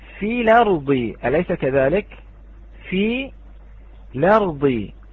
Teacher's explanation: نحن الآن نقلنا حركة الهمزة إلى اللام